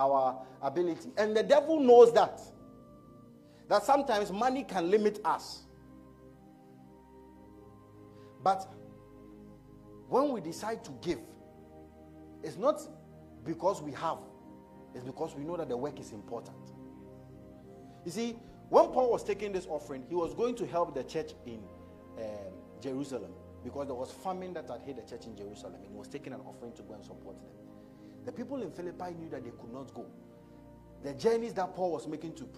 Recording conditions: large echoing room